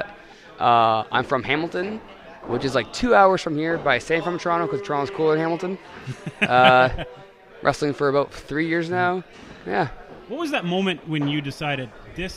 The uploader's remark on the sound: Live at their Forever Causing A Ruckus event.